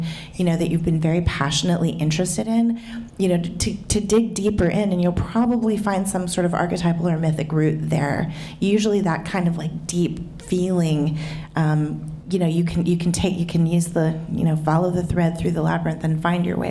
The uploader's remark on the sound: This conversation was recorded in front of a live audience at Literary Arts.